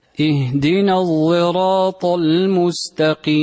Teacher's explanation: سمعتم إشماما لا هو صاد ولا هو زاي